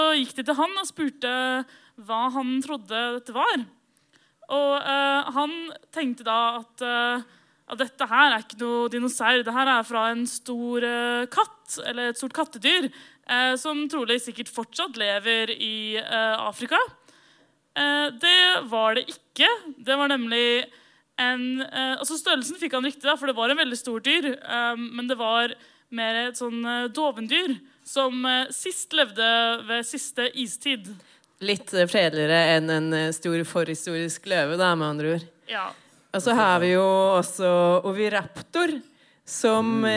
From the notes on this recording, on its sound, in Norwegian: Live fra Uhørt! Dino & vino er et liveshow der vi drikker vin og snakker om dinosaurer, og alle er invitert!